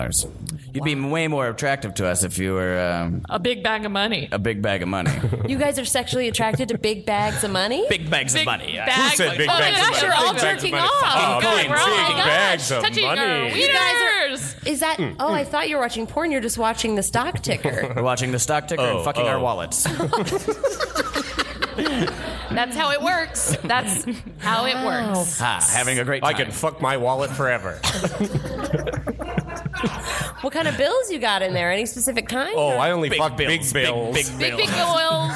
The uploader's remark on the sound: Recorded live at DCM 19 in New York. In NYC for the 19th annual Del Close Marathon recorded in conjunction with the UCB Podcast Network!